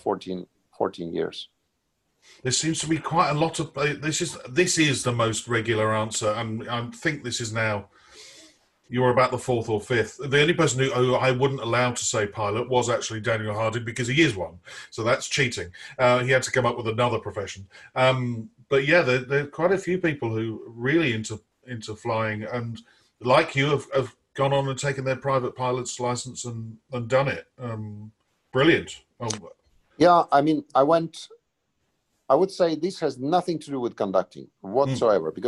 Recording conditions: video call